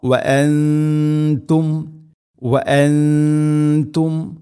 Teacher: ഇഖ്ഫാവും ബിഗുന്ന വഅൻതും. സാക്കിന നൂന് ശേഷം ത വന്നു, ഇഖ്ഫാവിൻ്റെ അക്ഷരമാണ് ത. അപ്പോൾ അവ്യക്തമാക്കി മണിക്കണം